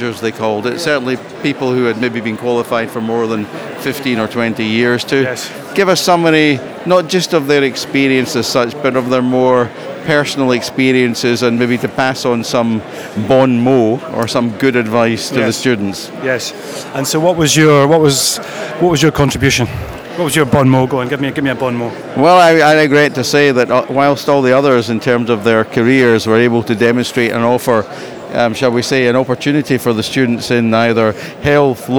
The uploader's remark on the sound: Cipfa Conference Special: 2017. The podcast contains a series of interviews, conversations and vox pops with speakers and delegates from the conference which capture insight and interesting snapshots from the event.